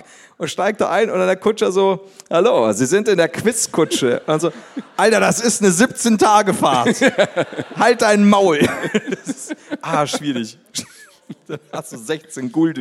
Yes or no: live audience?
yes